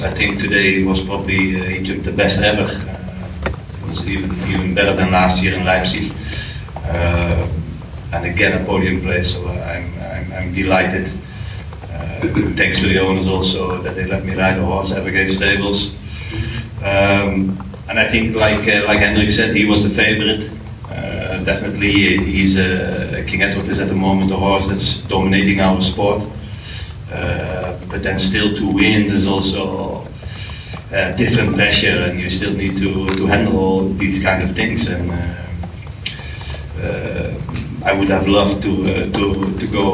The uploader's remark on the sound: Comes to you from the 2023 FEI Jumping World Cup™ Final. Hear from riders at the press conference after the conclusion of final class.